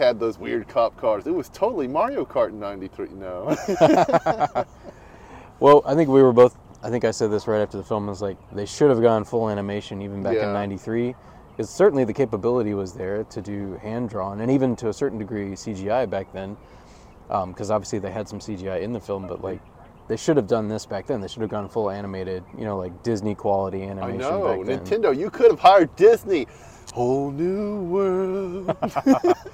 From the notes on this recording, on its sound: We recently watched the new Super Mario Bros film and recorded this short vidcast in the parking lot of the theater.